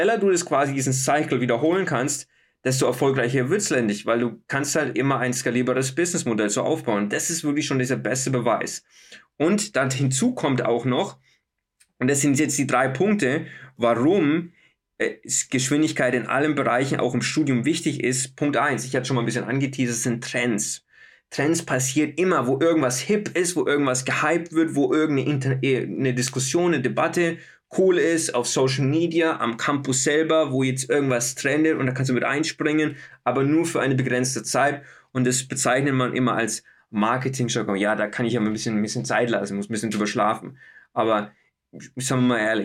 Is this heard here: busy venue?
no